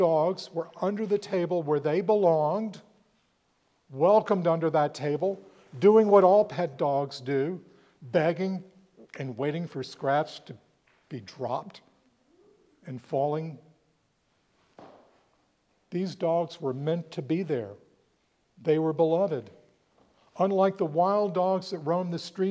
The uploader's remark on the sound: preached at All Saints Anglican Church in Charlottesville, VA on February 25, 2024